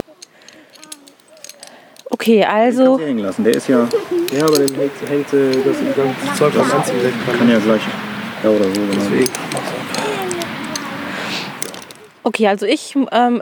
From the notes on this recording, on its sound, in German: auf einer 20 Meter hohen Eiche